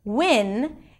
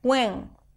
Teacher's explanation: So instead of saying win, they may say something like wing, making the I sound nasal and even putting a little bit of an NG sound at the end · Shown in: second take